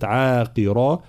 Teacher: بين كسر القاف ثم الراء مفخمة طبعا